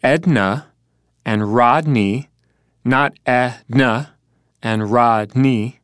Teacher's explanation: the D-N consonant sequence can't occur at the beginning of a syllable